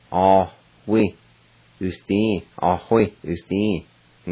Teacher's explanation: there's an H sound right after the first A, between the A and W.